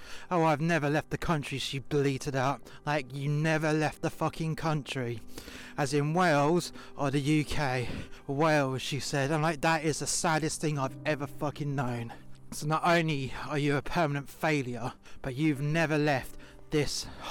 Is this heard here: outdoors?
yes